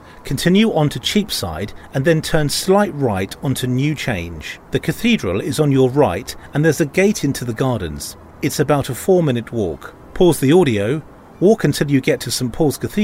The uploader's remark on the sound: audio walk around London